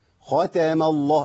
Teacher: لام اسم الجلالة في كلمة الله مفخمة، ليه؟ لأن الميم مفتوحة قبلها